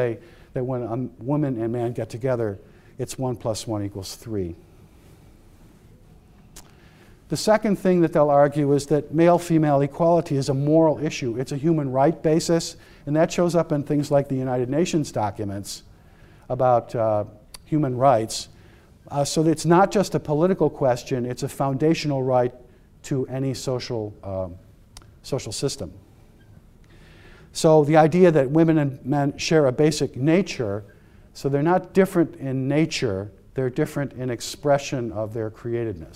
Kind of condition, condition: setting, live audience